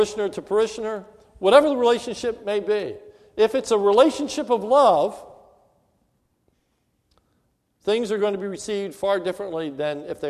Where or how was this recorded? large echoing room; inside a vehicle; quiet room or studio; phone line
large echoing room